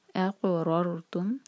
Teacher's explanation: قاف پر قلقلہ اور سیکنڈ را جو ہے، جو را ساکن ہے وہ ہیوی ہوگا کیونکہ را ساکن سے پہلے جو ہے فتحہ ہے